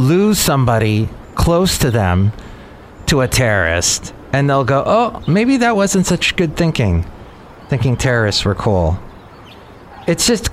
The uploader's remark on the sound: podcasts live from Café Anyway